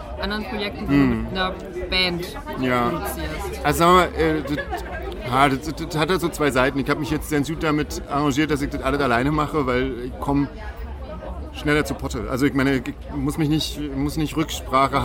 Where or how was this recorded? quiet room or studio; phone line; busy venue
busy venue